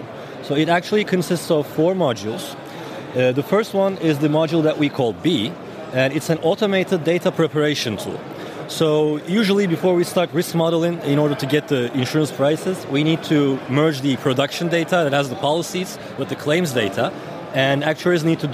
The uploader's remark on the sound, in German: In dieser Episode sind wir live auf der InsureNXT in Köln